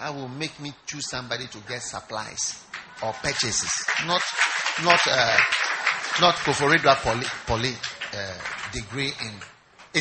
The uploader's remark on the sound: Preached at the First Love Church, Koforidua Polytechnic.